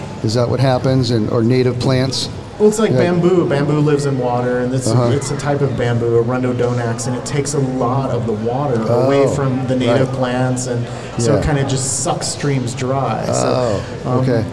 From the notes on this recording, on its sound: I recently had the honor of hosting my podcast in front of a live podcast audience at the Bass Pro Shop in Rancho Cucamonga, California.